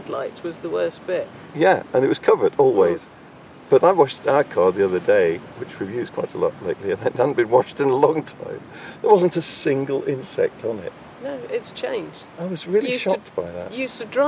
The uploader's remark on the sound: Exploring the wildlife and soundscapes of Start Point and Slapton Ley, both of which lie along the south coast of England, in the county of Devon. Start Point is one of the most exposed peninsulas on the English coast, whereas the nearby Slapton Ley is the largest natural lake in south-west England, and a National Nature Reserve.